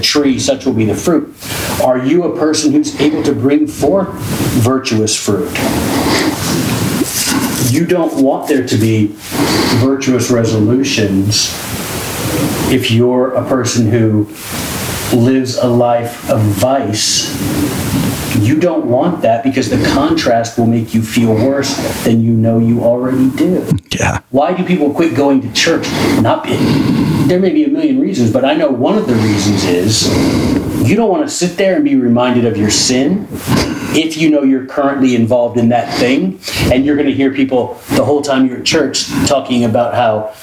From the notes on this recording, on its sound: We had some technical difficulty. This episode would be impossible to duplicate and had incredible moments so with some magic we were able to make his voice audible.